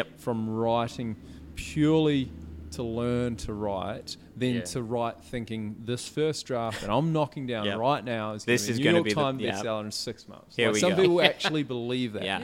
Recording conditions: busy venue